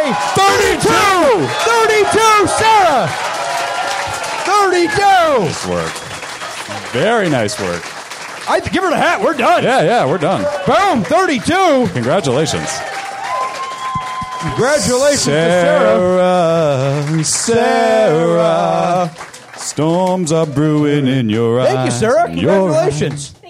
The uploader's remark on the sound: perform live at the Comedy Bar in Toronto